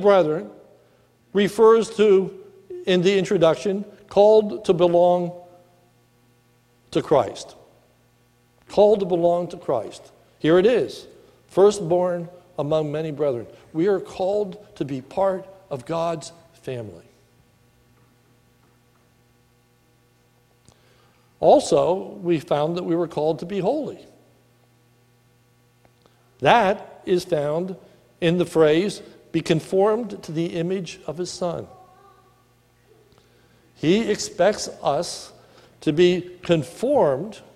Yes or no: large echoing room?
yes